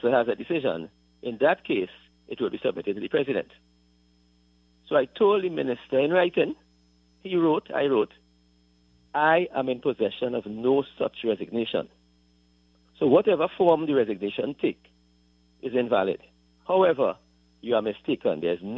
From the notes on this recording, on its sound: During this hour we take calls from our audience.